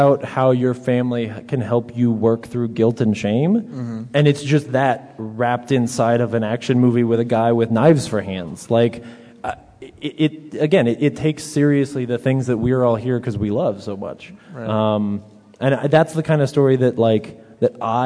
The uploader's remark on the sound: In front of an audience at Denver Comic Con.